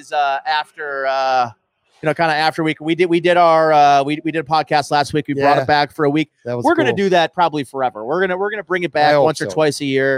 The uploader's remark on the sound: LIVE From Imperial Series. Shot live from Imperial Pizza in South Buffalo.